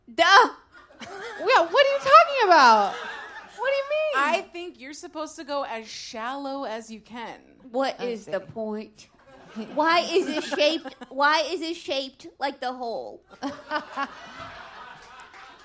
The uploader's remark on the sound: LIVE at the Green Room 42